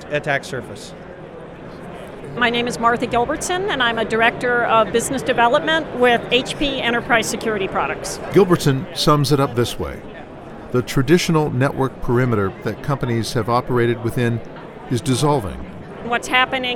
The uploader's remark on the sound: On the Floor of the 2012 RSA Security Conference